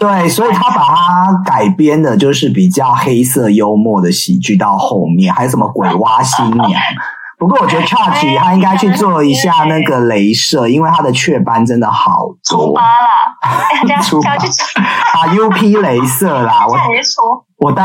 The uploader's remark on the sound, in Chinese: 遠段錄音 ,音質請見諒。在車庫錄音。